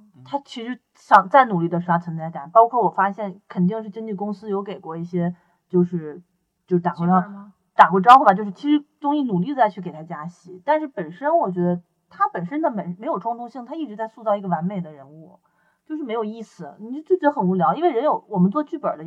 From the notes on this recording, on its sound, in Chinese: 本期节目因录制时遇到技术问题，音质略差